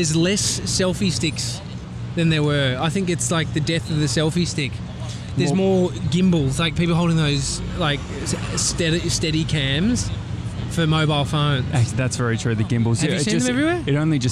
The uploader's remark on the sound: Live from Times Square! We still manage to feed a horse and have a chat with a girl on a bike.